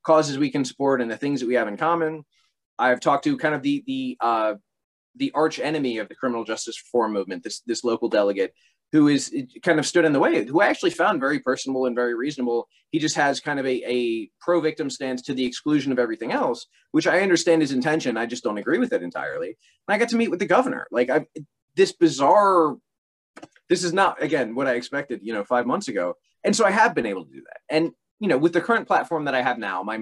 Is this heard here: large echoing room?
no